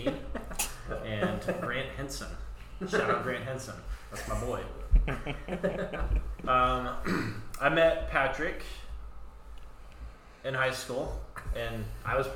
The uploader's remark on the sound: Please excuse the poor audio